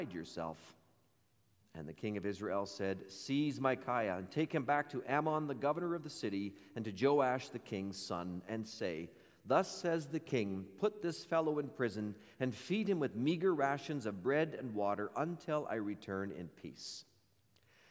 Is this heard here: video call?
no